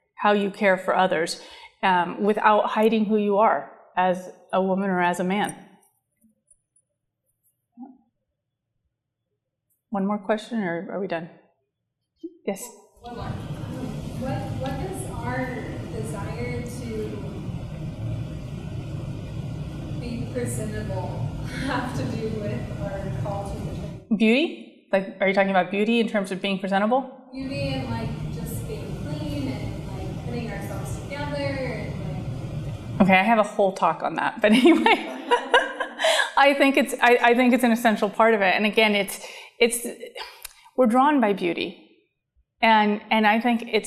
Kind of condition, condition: setting, live audience